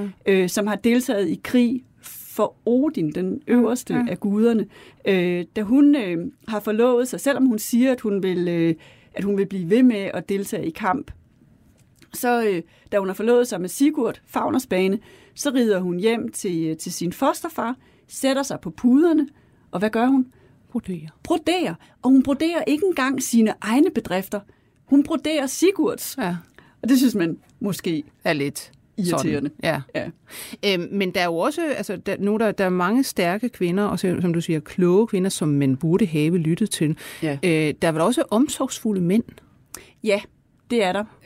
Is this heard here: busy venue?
no